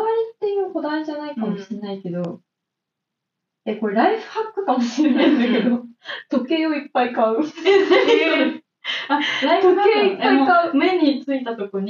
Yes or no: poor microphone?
yes